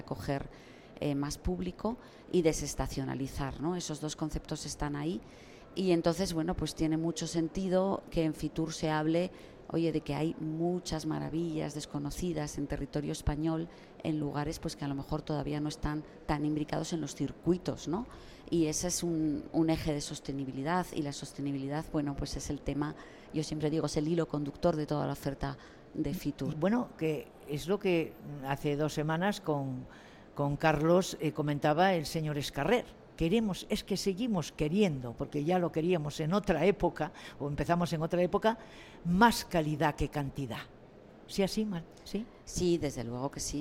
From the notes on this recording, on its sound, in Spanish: En directo desde el Pabellón 9 de IFEMA. En el marco de la 44ª edición de la Feria Internacional de Turismo que se celebra esta semana en Madrid.